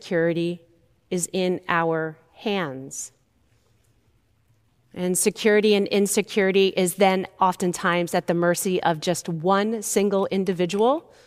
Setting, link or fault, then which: setting, large echoing room